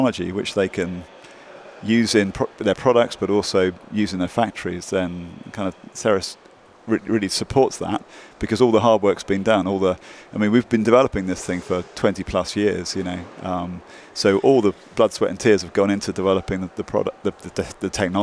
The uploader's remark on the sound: Live at the Hydrogen Americas Summit in Washington DC.